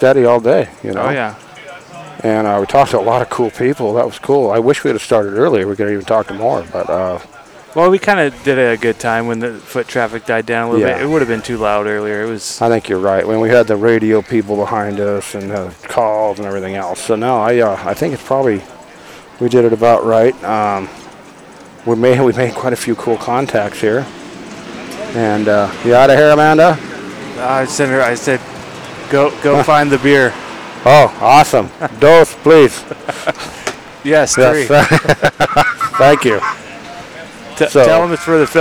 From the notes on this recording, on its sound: On location at the 2023 CA State Duck Calling Competition in Colusa, CA. This annual event hosted by Kittles Outdoor & Sport Co.